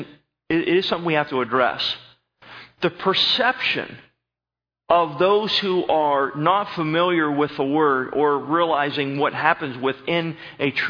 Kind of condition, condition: setting, large echoing room